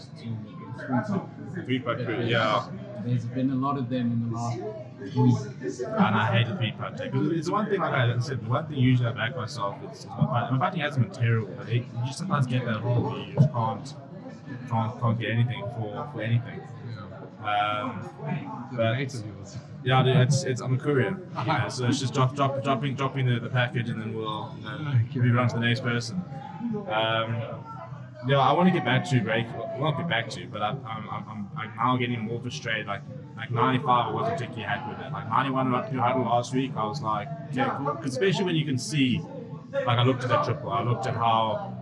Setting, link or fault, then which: fault, background noise